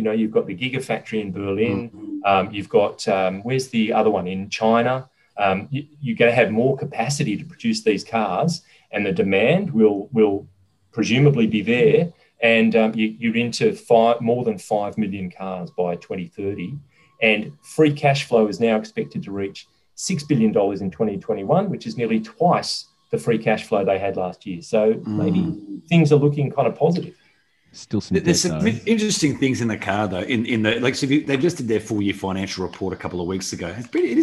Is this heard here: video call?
yes